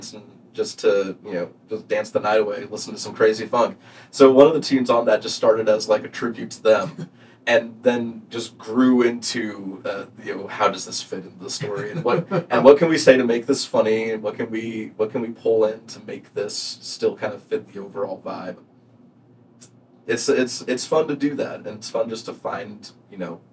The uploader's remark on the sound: We had some issues with our audio recording and ended up having to use the scratch audio we were thankfully able to record.